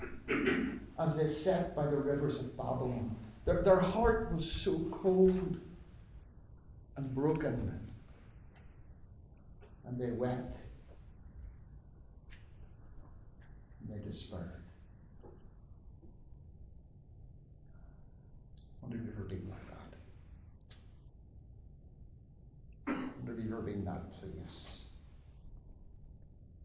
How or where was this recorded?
large echoing room